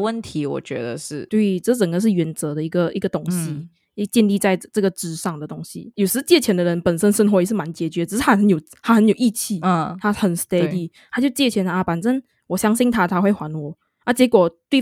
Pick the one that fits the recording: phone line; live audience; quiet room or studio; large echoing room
quiet room or studio